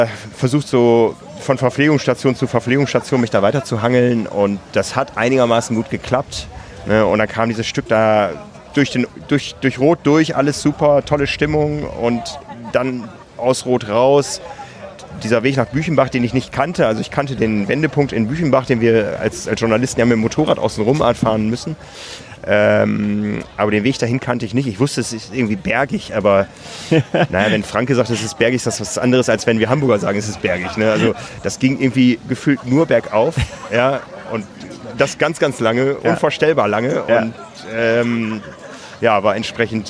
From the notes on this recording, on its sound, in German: Live aus Roth! Haben ihr Studio nämlich direkt an der langen Anmeldeschlange für die Challenge Roth 2020 aufgebaut. Talken live mit Zuschauern.